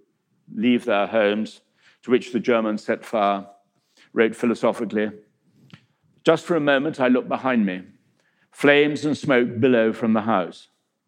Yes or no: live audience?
yes